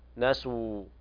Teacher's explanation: إذا وقفنا نقول نسوا، يثبت حرف المد، وإذا وصلنا يحذف الالتقاء الساكنين.